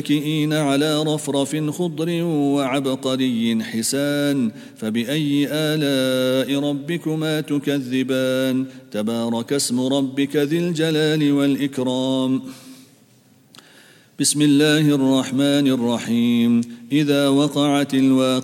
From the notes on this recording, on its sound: at the Houghton Masjid (West Street)